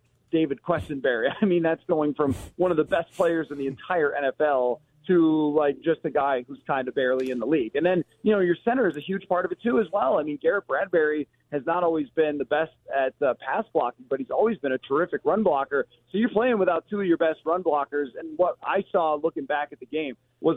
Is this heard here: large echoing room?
no